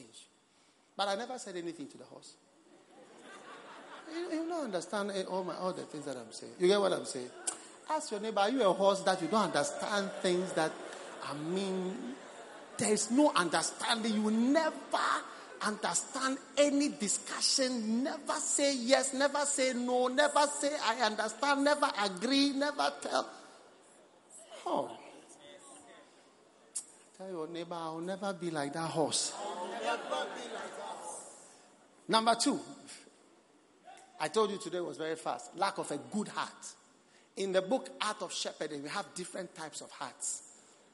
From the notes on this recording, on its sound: Preached at the Prophetic Encounter Service.